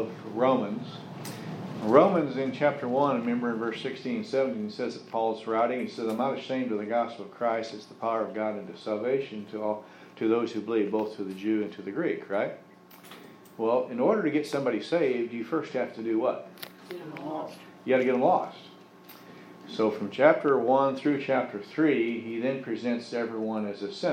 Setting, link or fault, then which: setting, large echoing room